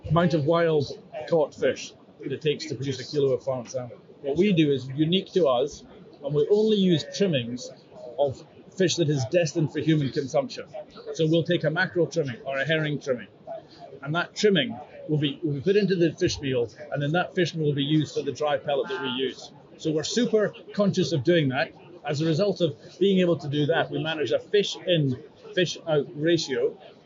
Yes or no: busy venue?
yes